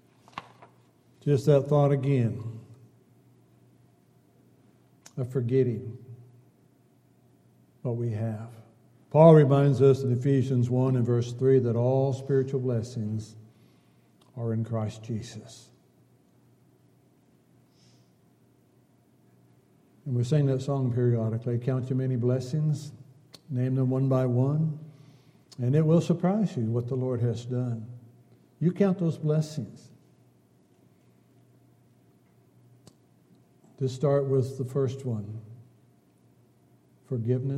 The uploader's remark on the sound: Downtown Church Of Christ Audio Sermon